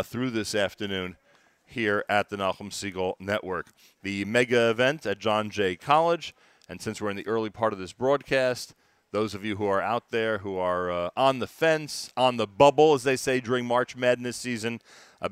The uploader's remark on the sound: NSN Live From the NBN Mega Event in NYC.